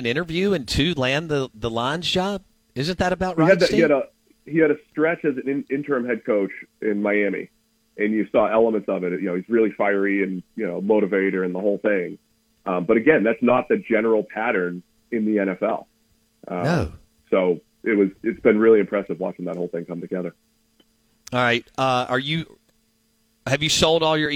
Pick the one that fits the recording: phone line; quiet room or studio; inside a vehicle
phone line